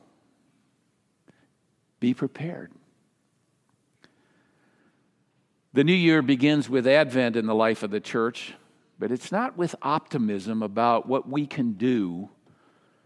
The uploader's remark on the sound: Message delivered during the Traditional Worship